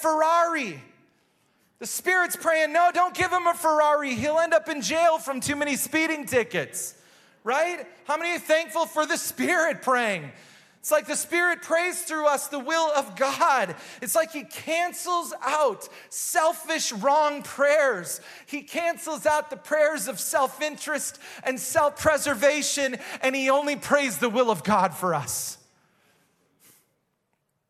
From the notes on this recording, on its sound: Recorded live at Hope Church in Springfield, Mo.